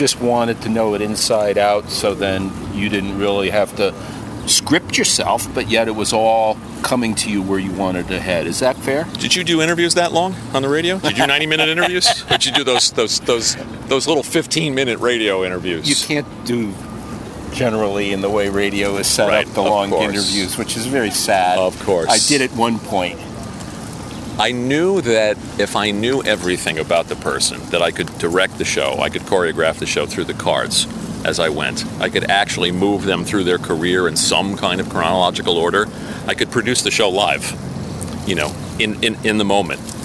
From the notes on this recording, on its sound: On the Takin A Walk Podcast. Walking and taking on the Upper East side of NY.